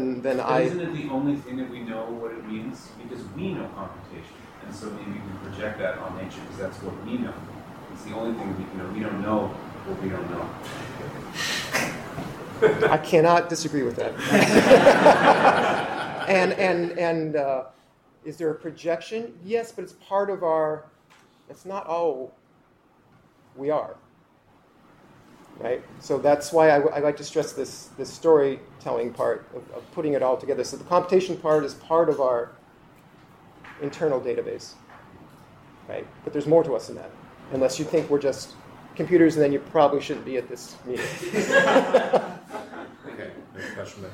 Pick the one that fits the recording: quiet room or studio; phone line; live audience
live audience